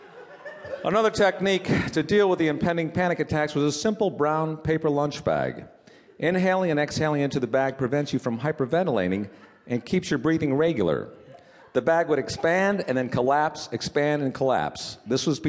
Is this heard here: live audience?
yes